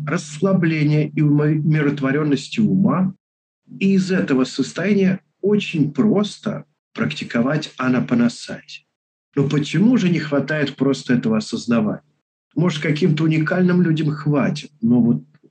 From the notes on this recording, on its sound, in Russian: Запись делалась, через zoom. Просим прощения за шумы на заднем плане. Мы сделали все что могли для очистки записи.